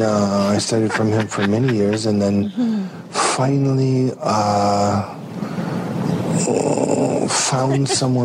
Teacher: You hear that crazy vocal fry?